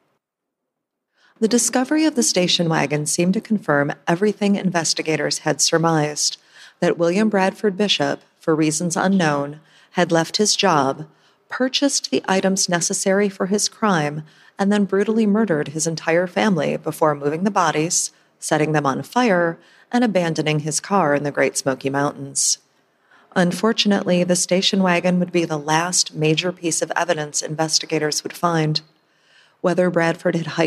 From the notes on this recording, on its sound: This is a special LIVE episode recorded at the True Crime Podcast Festival in Chicago Illinois on Saturday July 13, 2019. This is a special LIVE episode recorded at the True Crime Podcast Festival in Chicago Illinois.